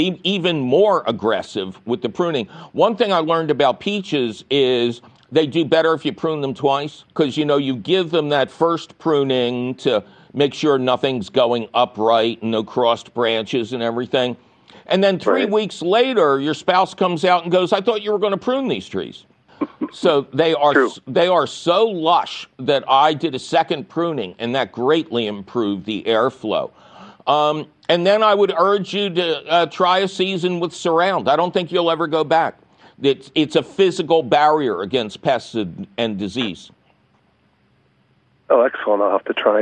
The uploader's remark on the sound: your Fabulous phone calls!